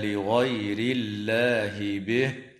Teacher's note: وترقق اللام في اسم الله لوقوع كسرة قبلها